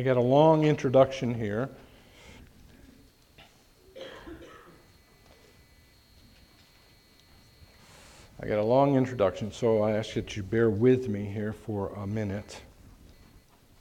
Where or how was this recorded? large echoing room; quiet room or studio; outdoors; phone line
large echoing room